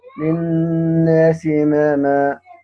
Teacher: دور أبو عمرو بيقرأ بالإمالة قولا واحدا في جميع القرآن، كلمة الناس المجرورة